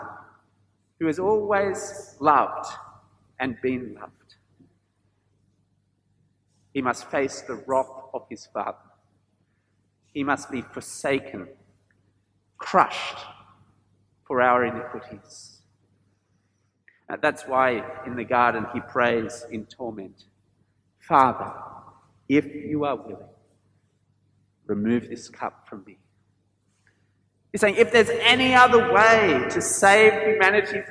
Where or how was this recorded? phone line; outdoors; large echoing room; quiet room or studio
large echoing room